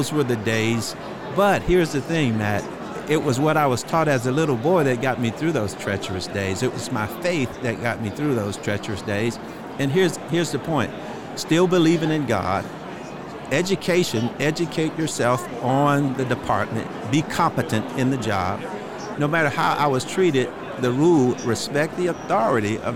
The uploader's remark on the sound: LIVE from NRB 2022!